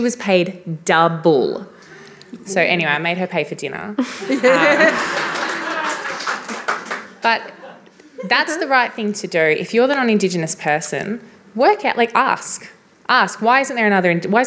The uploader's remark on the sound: This event was recorded on Monday 7 November 2022 as part of the Wheeler Centre's Spring Fling: A Short Series of Big Ideas program.